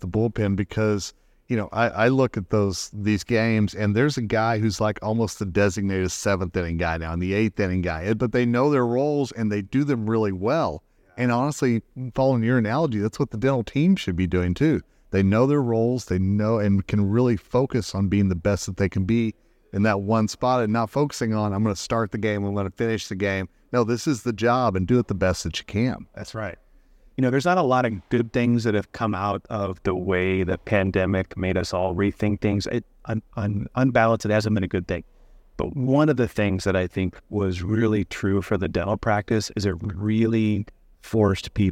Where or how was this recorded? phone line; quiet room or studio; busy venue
busy venue